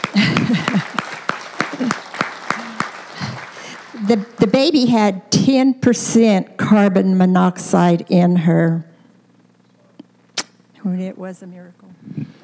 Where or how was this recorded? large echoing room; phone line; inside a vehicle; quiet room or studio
large echoing room